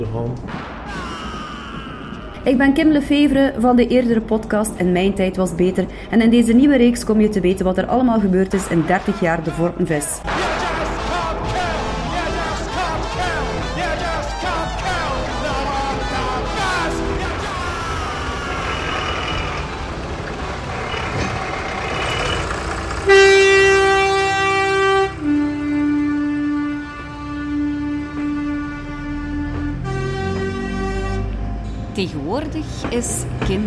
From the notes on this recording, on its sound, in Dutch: dat een marktganger vermoedde dat er verborgen camera’s schuilgingen achter onze microfoon